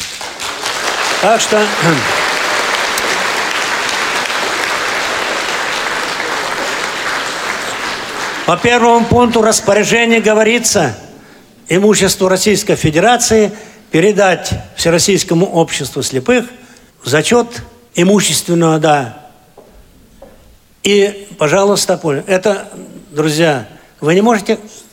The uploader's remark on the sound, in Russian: III Всероссийский образовательный реабилитационный форум ВОС «Крымская осень 2017». Аудиозапись торжественной церемонии открытия форума.